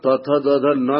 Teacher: त थ द ध न का भी उच्चारण कहां से होता है, हाँ दांत से ही होता है